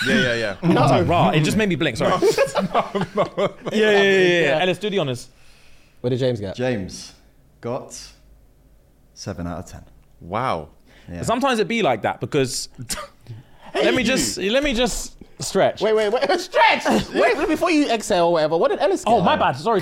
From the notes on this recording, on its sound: SNG LIVE AT THE O2!